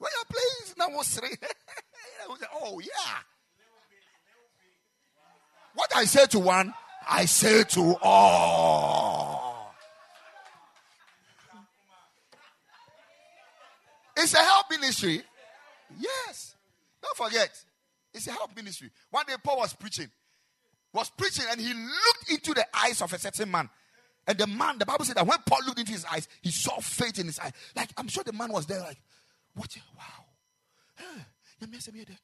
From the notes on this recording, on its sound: Preached at the Ekklesia Chapel